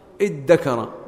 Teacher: نقول إن ادكر أصلها إذ تكر وقعت تاء الافتعال بعد ذال، فقلبت التاء دالا، ثم قلبت الذال دالا، ثم أدغمت الدال في الدال، فصارت ادكر.